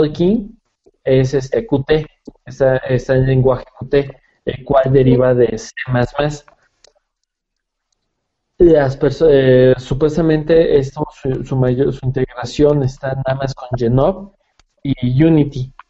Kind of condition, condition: link, video call